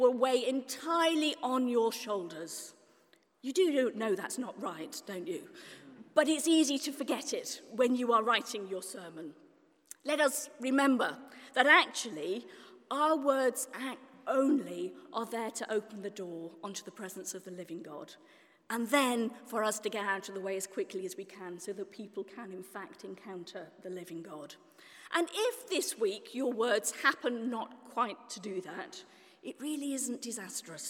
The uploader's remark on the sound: This month saw 500 people attend the first-ever Festival of Preaching in Oxford, organised by Canterbury Press and the Church Times. Talk at the Festival.